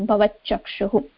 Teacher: चकारस्य प्रभावेन तकारस्य स्थाने चकारादेशः · Term: चुत्वसन्धौ